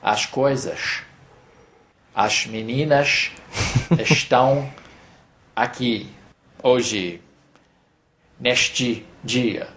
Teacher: lots of the S's turn to shh. Like, specifically, an S at the end of the word, a word at the end of a syllable goes shh.